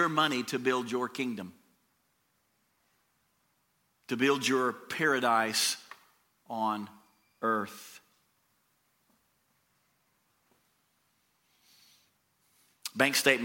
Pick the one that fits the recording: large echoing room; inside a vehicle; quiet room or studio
large echoing room